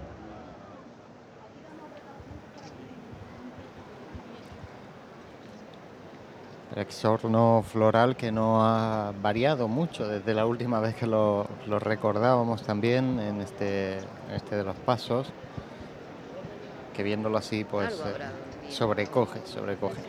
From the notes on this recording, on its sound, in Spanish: Retransmisión en directo del Viernes Santo en Jaén en el año 2022.